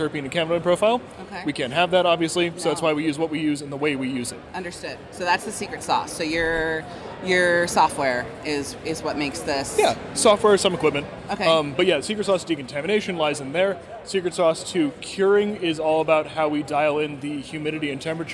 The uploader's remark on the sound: This podcast was recorded live from the show floor of MJBiz Con 2019 in Las Vegas, Nevada.